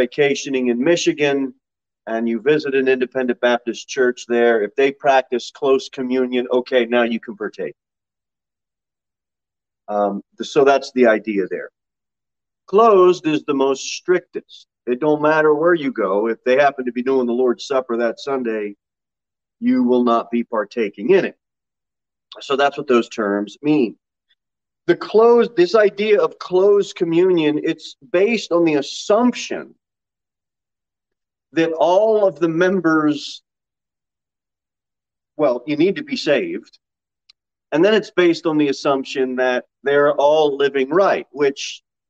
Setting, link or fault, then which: setting, large echoing room